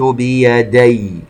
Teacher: بيدي الياء هنا مشددة عندما نقف عليها مع شيء من النبر حتى نبين أن هذا الحرف مشدد